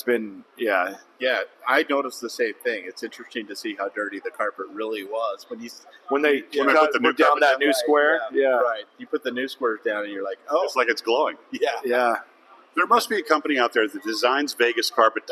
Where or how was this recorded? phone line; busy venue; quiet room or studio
busy venue